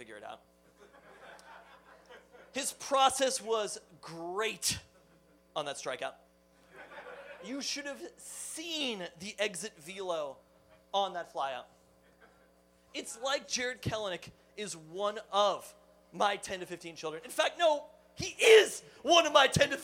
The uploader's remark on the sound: Peltoncast Live Spring 2023. Our live show on April 21 at Belltown Yacht Club.